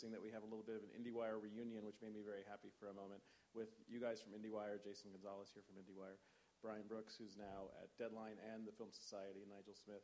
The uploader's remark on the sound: Gathered with a packed room at the New York Film Festival to record this week's episode. Which also included a lively audience Q&A. Special thanks to the Film Society of Lincoln Center for hosting this week's episode at the Elinor Bunin Munroe Film Center.